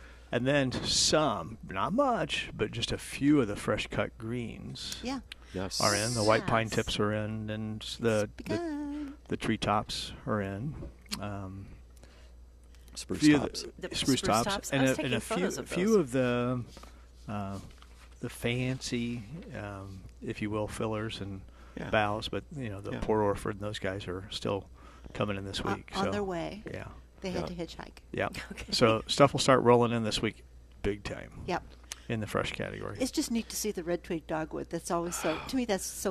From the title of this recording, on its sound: Live at Prairie Gardens